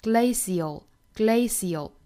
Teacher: 中间 c 的这个字母呢，我们可以把它发成一个 sh,也就是轻辅音 sh,也可以选择把它发成一个 s 的发音